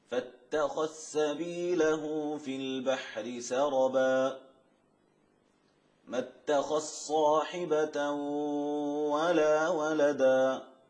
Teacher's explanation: إدغام الذال في السين والصاد